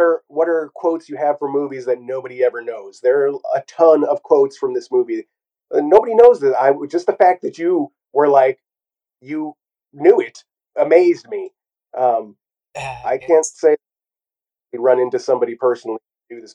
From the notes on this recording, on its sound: Please forgive our audio tribulations!